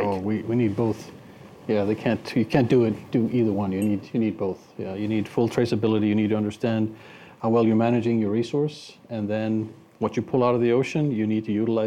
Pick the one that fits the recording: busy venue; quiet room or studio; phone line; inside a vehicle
busy venue